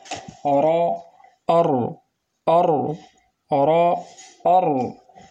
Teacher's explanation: هو ارتعاد طرف اللسان بالراء ارتعادا خفيا نتيجة ضيق مخرجها. ولابد من الحذر من المبالغة في التكرير أخواني الكرام، الذي يؤدي ضرورة إلى ظهور أكثر مرة، إلى ظهور أكثر مرة.